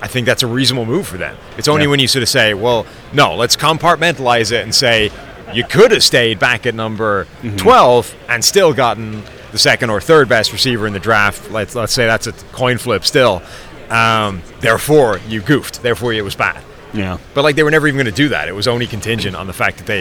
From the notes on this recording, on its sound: live from the 2023 NFL Combine